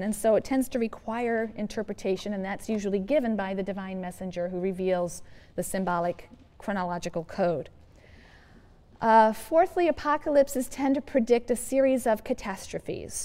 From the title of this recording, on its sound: Yale Lecture